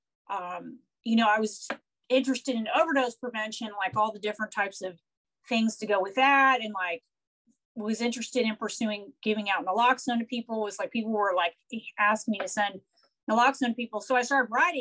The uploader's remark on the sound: Recorded 12.22.2021 from Raleigh, NC & San Francisco, CA on Zoom